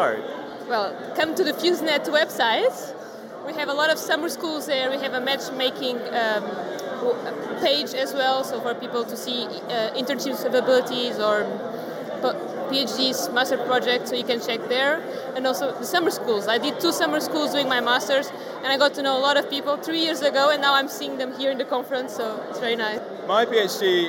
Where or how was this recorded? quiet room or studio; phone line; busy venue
busy venue